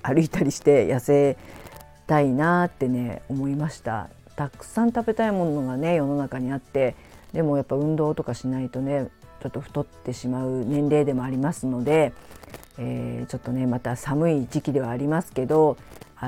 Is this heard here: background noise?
yes